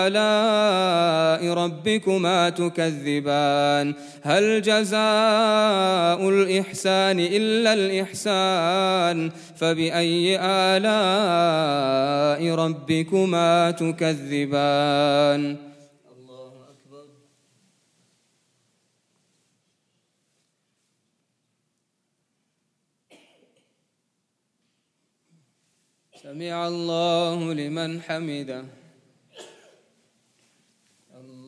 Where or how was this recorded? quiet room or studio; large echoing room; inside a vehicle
large echoing room